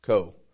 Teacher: Quick, fading, tense O. Morocco.